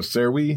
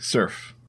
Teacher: vi sound in servi moved to an f sound in the medieval French word serf